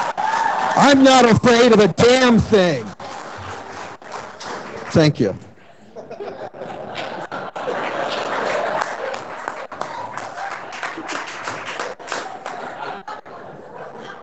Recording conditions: busy venue